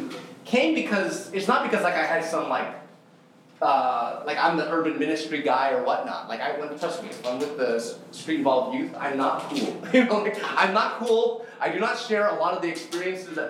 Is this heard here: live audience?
yes